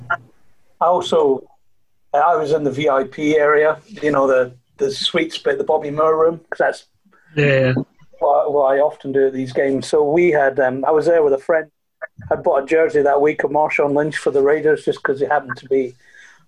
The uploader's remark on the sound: On a UK Seahawkers Zoom call. We hear stories, memories and more from several UK Seahawkers and some of our US pals too.